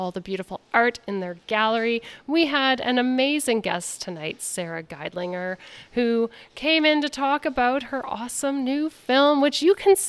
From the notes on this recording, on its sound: We broadcast live on location from the Odean Gallery at the Princess Twin in Uptown Waterloo.